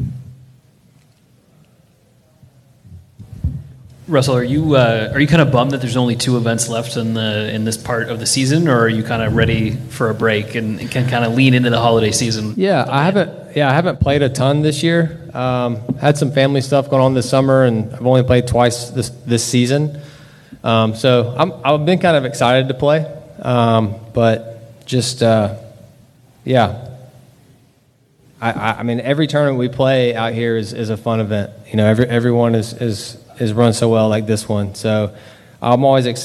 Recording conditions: busy venue